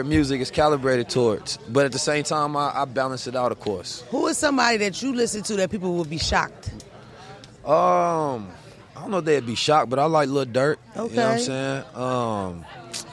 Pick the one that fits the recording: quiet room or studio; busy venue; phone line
busy venue